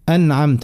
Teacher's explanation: ما نقولش أنعمت كي القلقلة تجيب شبه تحريك، أنعمت لا، أن جيبها ساكنة وتاخذ البينية.